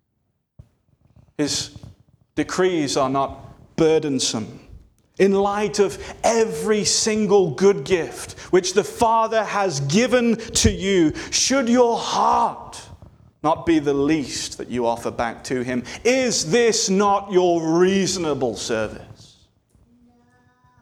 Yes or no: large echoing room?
yes